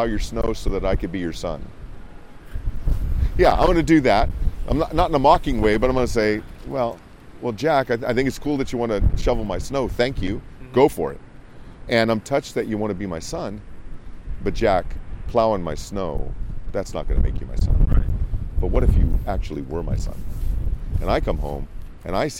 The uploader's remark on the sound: It was a very windy day. Please be patient with a little bit of wind noise. Ministered on the campus of Michigan State University.